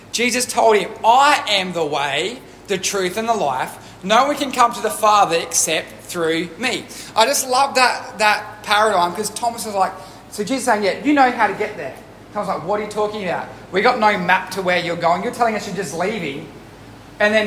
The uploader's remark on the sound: Recorded live at One Heart Church.